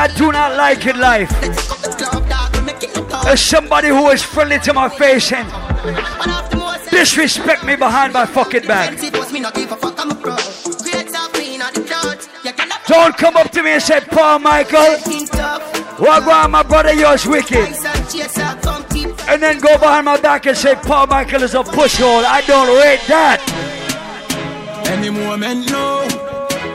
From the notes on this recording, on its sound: Live audio from island saturdays on july 21.